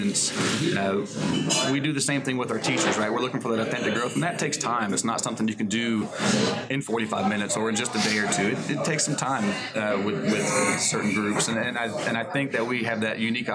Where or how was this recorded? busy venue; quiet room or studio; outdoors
busy venue